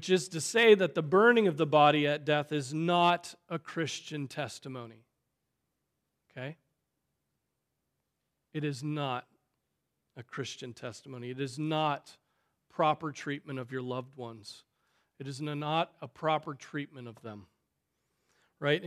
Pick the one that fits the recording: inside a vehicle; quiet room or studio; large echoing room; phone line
large echoing room